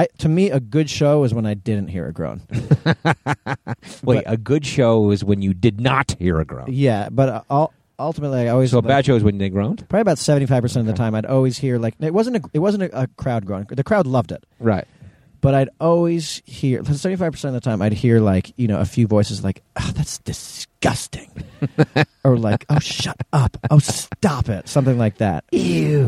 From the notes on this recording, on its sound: It's a carcast!